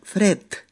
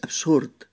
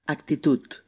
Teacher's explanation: la letra D, D, al final de palabra, suena, se pronuncia como la T, como la T.